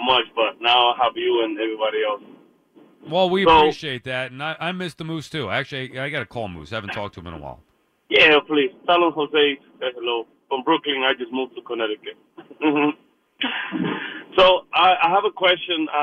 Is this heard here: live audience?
no